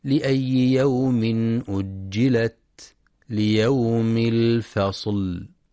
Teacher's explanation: ينتبه القارئ لشدة وهمس التاء في كلمة أجلت ولهمس الفاء والصاد في كلمة الفصل. كذلك ينتبه لتوضيح مخرج اللام ولصفة البينية فيها، فبعضهم يقرأ بدون مراعاة هذه الصفة والتي هي بين الشدة والرخاوة.